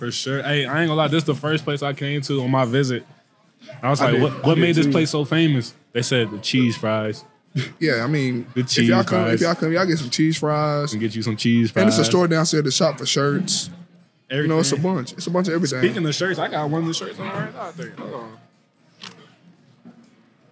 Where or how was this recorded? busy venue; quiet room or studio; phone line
busy venue